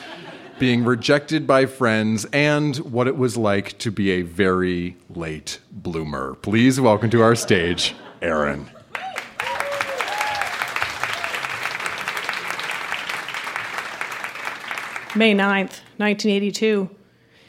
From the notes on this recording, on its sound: Recorded live at The Company House in Halifax, NS.